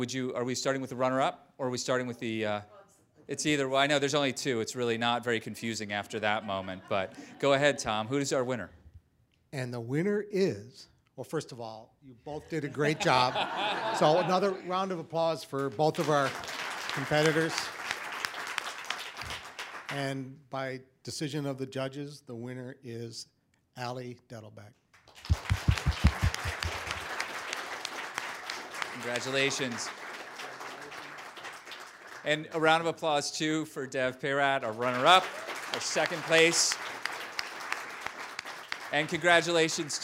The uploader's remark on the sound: The judges and the audience in the room. Debate teams from across Northeast Ohio are invited to attend as guests of the City Club and BakerHostetler.